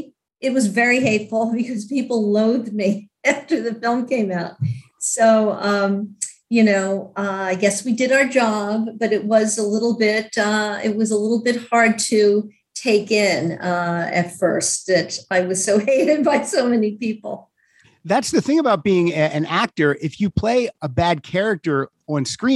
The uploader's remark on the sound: to the Zoom Room